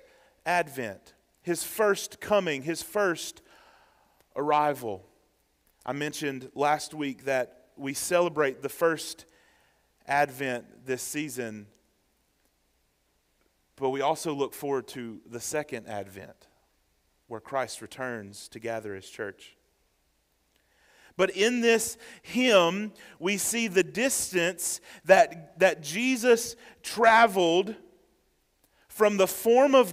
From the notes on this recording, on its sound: Sermon preached on December 10, 2023, at First Baptist Church, Waynesboro, GA during the Morning Worship Service.